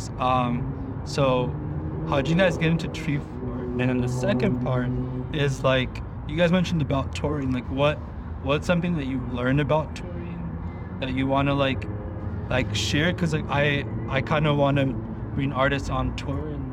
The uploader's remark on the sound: At Treefort Music Fest. During Treefort Music Fest in Boise Idaho. We were outside of this random alleyway across from these big buildings.